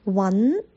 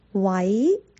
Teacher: 稳是有鼻音的，位是没有鼻音的